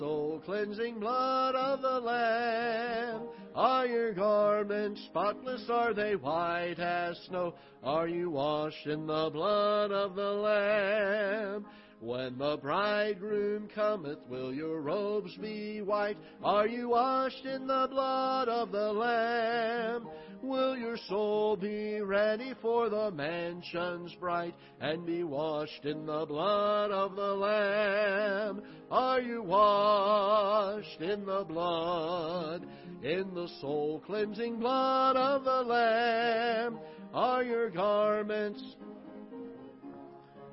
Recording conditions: large echoing room